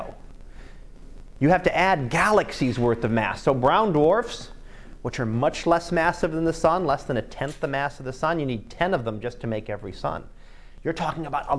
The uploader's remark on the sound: Live Class Lecture